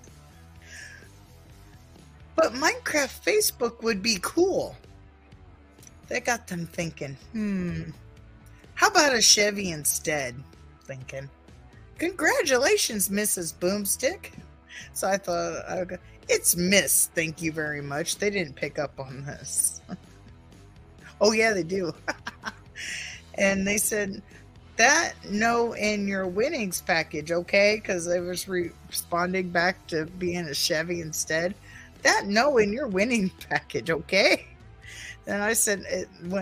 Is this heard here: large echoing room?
no